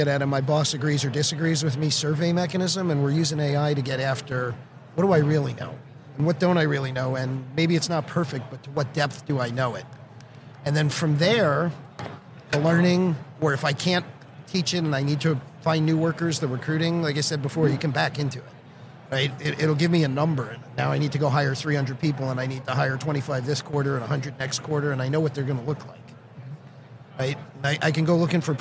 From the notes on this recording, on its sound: Live at the HR tech 2022 conference